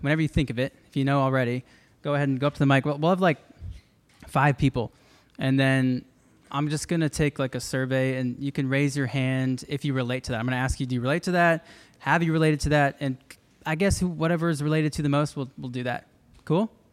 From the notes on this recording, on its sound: This was a live recording from a College Night at Crossroads Uptown!